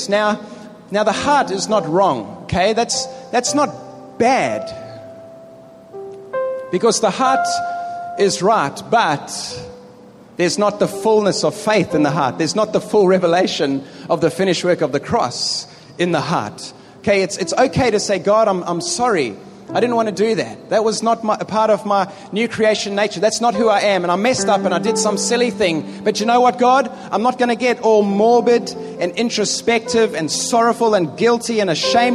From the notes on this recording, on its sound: Preached in the Philippines in 2011 to a stadium audience of over 1500 people.